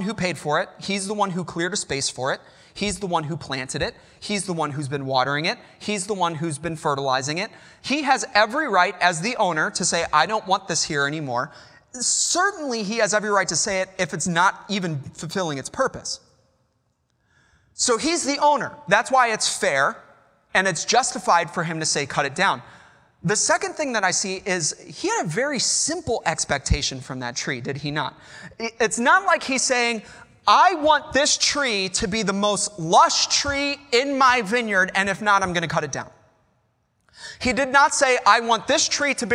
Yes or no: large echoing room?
yes